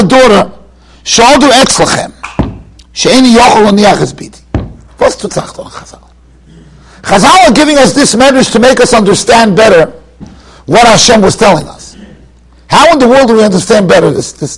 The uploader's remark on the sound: Shiur recorded in Yeshivas Ohr Reuven, Monsey, NY.